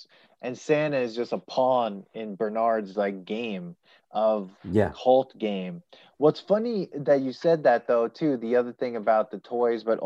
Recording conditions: video call